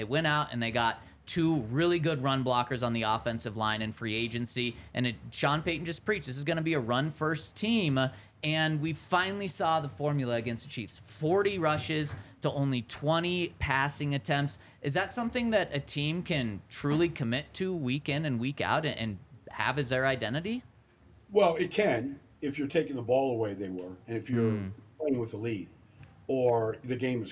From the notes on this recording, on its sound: coming to you LIVE from the DNVR Bar